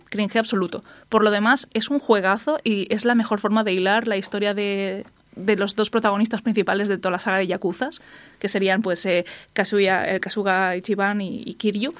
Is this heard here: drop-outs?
no